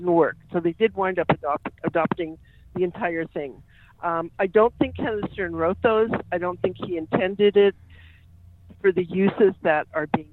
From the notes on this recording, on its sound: joined me on phone